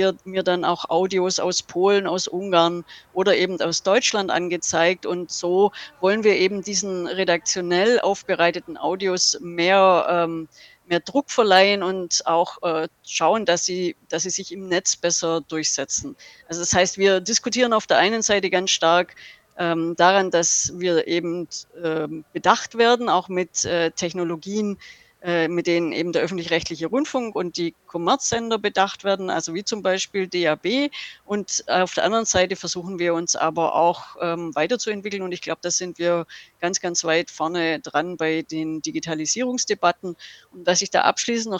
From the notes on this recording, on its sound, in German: Mitschnitt vom Radiokiosk aus dem Haus der Statistik am Alexanderplatz